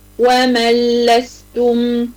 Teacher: هيبقى إدغام كامل، هيذهب صفة الحرف نطقا، يعني مش هتنطقي الحرف وكمان صفة الغنة